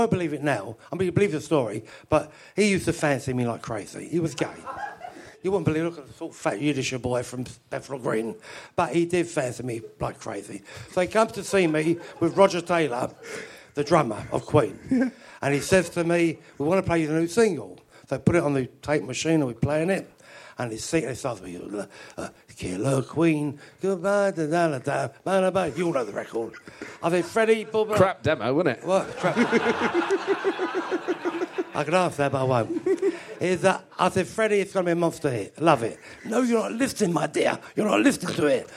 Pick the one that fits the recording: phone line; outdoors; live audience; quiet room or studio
live audience